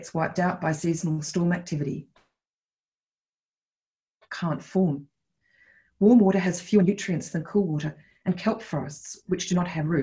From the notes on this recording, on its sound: This event was held via Zoom on Thursday 15 October, 2020.